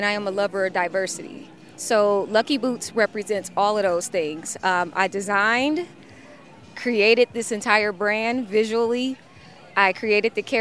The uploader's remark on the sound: Exposed The Podcast traveled the Summerfest Grounds collecting live audio footage from several vital participants.